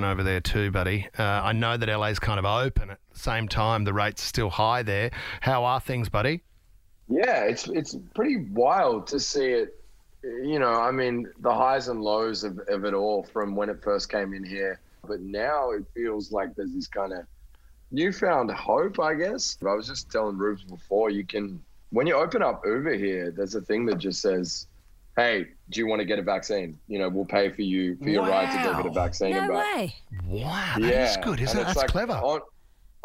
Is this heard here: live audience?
no